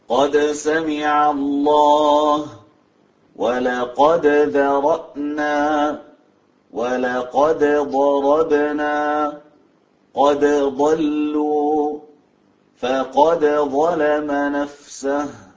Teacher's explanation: أظهر دال قد عند الحروف الثمانية كاملة